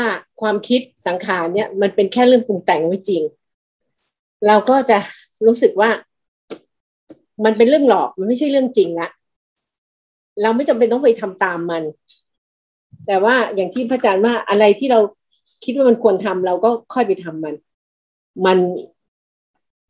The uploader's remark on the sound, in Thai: คอร์สออนไลน์ (ผ่านโปรแกรม Zoom).